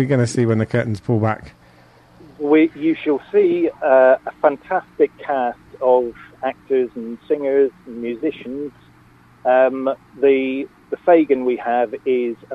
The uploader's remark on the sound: joined on the phone